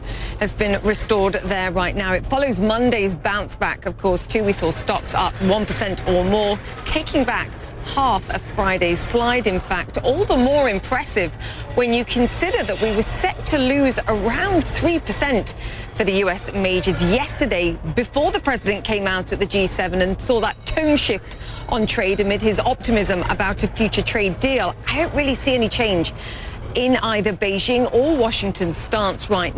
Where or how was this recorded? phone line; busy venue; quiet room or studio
busy venue